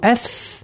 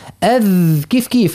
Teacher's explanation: اللسان يخرج أكثر من حرف الذال · Shown in: first take · نقول أث تحسوه اللسان خرج أكثر.